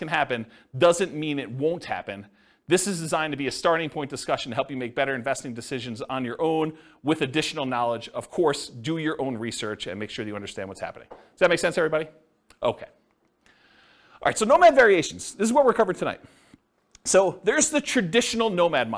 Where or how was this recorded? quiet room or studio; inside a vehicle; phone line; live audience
live audience